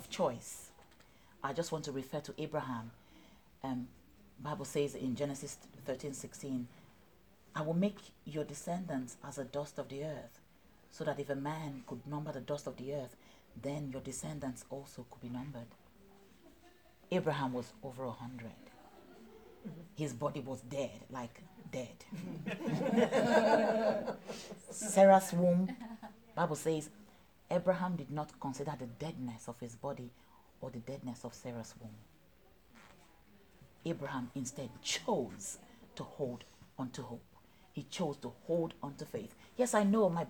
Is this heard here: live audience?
yes